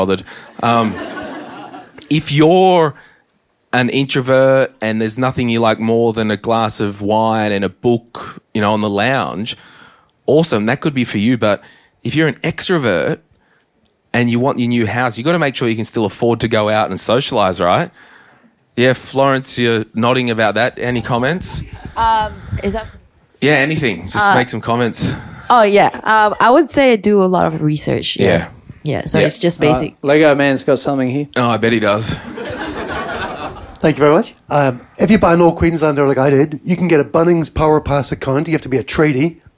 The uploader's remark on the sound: Today's episode was recorded LIVE in Brisvegas! Live in Brisbane.